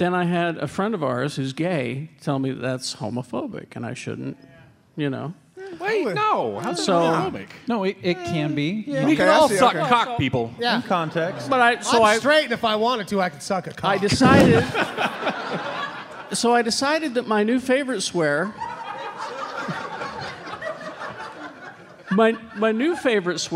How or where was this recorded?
live audience